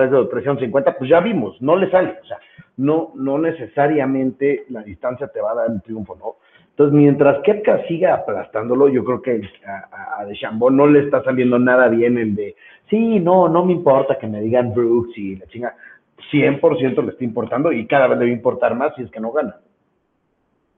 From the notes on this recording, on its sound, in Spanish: Por temas de logística el episodio se grabo por teléfono con poca señal y hay veces que se pierde un poco el audio, disculpen las molsetias.